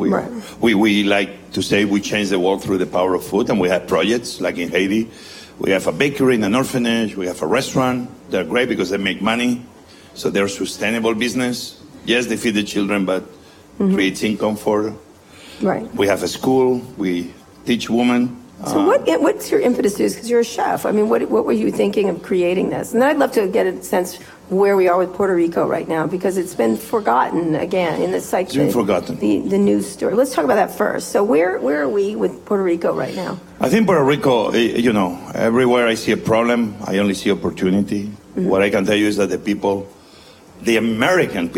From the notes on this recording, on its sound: in front of a live audience at South By Southwest in Austin, Texas